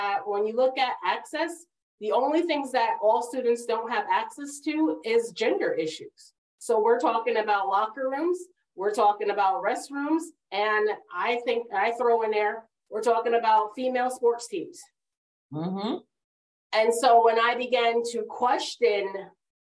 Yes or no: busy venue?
no